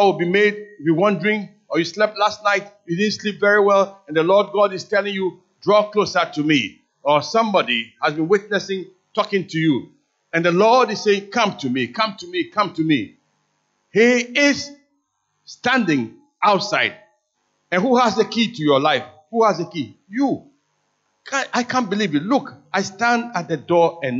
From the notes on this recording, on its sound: Sermon preached at CBC Adabraka Campus.